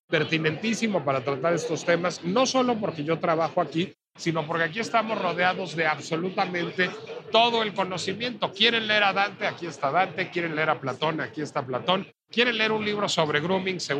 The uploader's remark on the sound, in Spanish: La Pinche Complejidad se trasladó a la Feria Internacional del Libro de Guadalajara, y desde ahí transmitimos completamente en vivo.